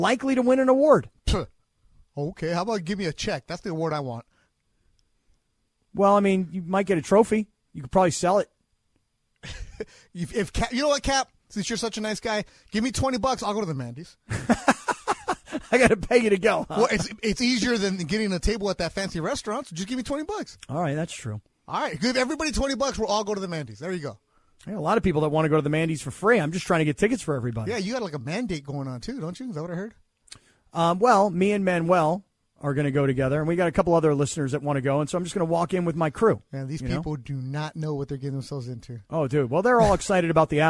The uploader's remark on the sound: Listeners call.